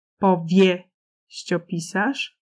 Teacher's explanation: Mamy akcent inicjalny powieściopisarz, a akcent główny to jest pi w słowie pisarz.